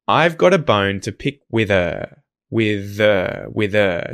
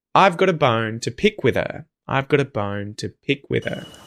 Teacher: So this happens because there's a consonant sound directly before that H at the start of the word her